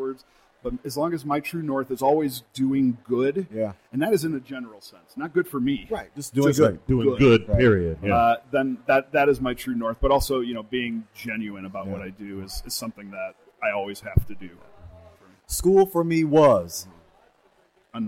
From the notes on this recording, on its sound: While on location in Nashville at NAIS' People of Color Conference.